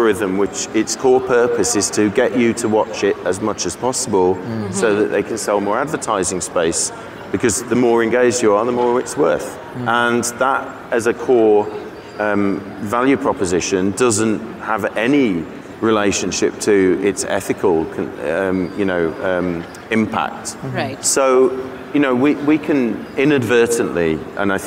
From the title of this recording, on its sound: 2019 #NABShow Live